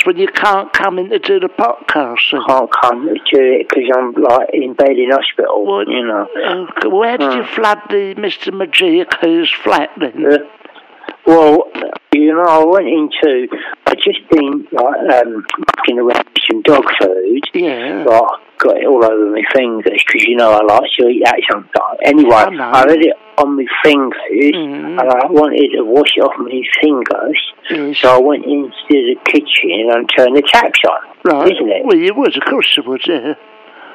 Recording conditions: phone line